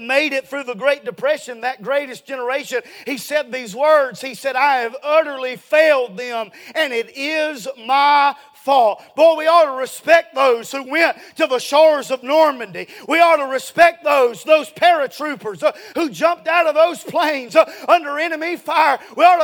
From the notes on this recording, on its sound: A sermon preached Sunday Evening, on July 2, 2023.